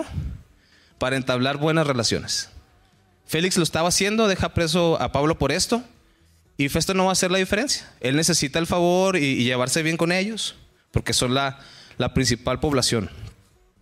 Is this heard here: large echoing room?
yes